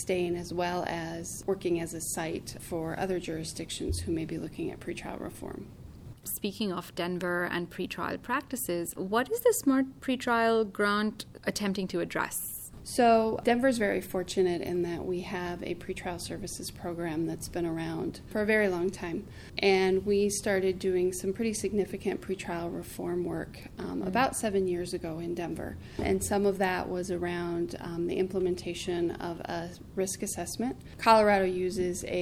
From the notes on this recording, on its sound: I am here in Dallas. At the Reinvesting In Justice conference.